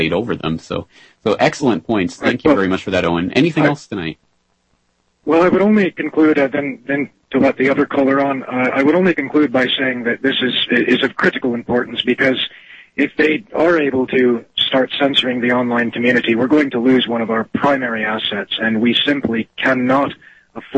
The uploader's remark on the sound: we take your calls with wide-open phone lines